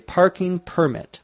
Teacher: as a noun, the accent is on the first syllable